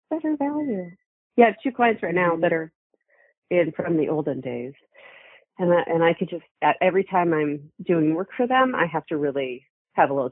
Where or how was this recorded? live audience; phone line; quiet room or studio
phone line